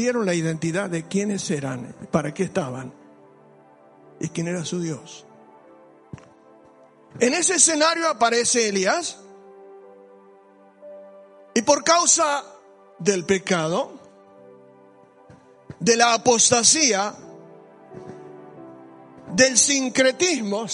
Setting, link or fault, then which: setting, large echoing room